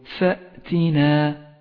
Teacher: احذر أن تقلقل الهمزة الساكنة أي هكذا فأتينا وهو خطأ شائع صوابه أن تقول فأتينا المثال